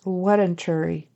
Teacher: So he says wedentary instead of veterinary. So he says a W instead of the V at the beginning.